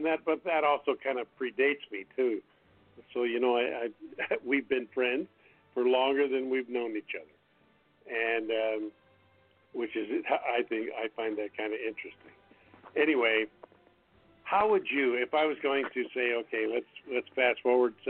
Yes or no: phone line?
yes